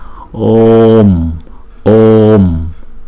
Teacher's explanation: đọc chữ O hai nhịp xong rồi mới đóng chữ O lại